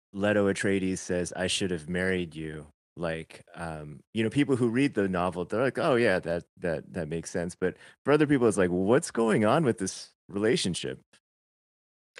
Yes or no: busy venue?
no